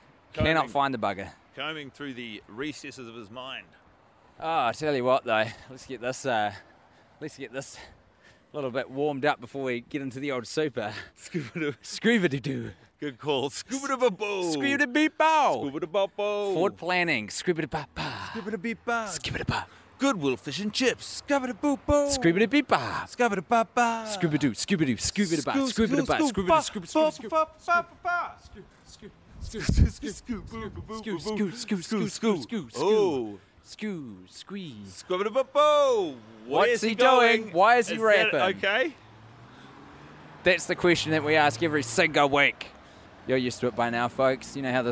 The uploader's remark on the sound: Grabbed the microphone and roamed the streets of suburban New Zealand. Their trip includes fireworks blowing up in the background and a quick shop at the supermarket. Two men with headphones on talking into beanie.